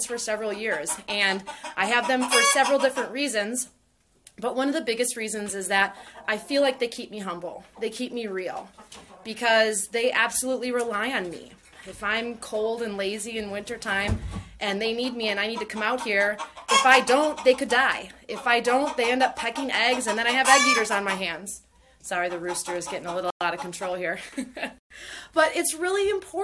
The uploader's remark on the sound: In this episode I take you live inside my chicken coop as I shovel chicken poop.